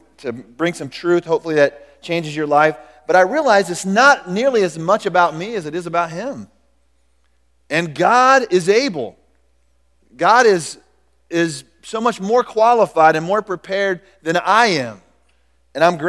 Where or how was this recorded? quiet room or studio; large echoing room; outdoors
large echoing room